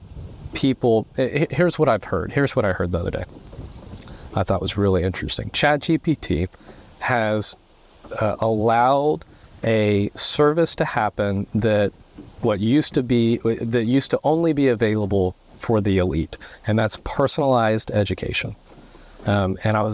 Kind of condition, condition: setting, inside a vehicle